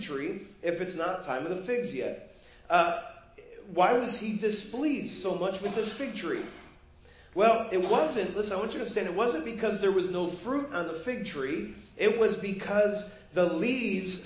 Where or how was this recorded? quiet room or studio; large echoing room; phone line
large echoing room